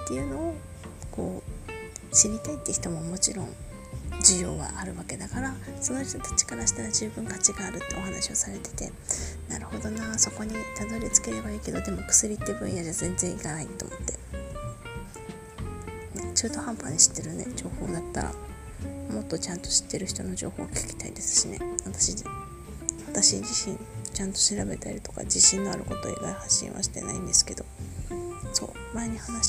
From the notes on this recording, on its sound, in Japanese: 好きなバンドの曲を聞きながら収録していたので、音楽が少し入ってます。